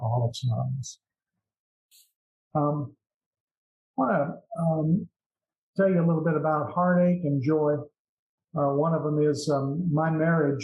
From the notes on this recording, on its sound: at the Broken Elevator zoom meeting held in March of 2022